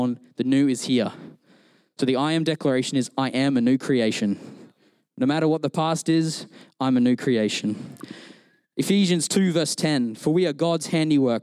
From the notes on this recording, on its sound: Recorded during our Melbourne East service